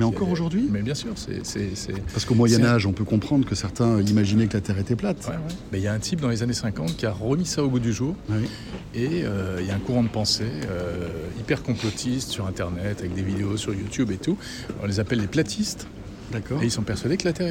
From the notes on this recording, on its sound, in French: on vous emmène en balade au salon Mobile World Congress de Barcelone